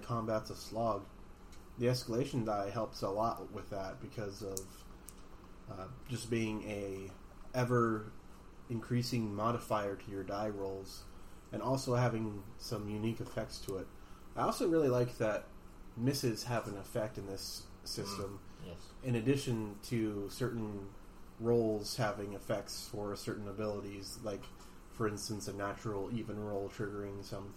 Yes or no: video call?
no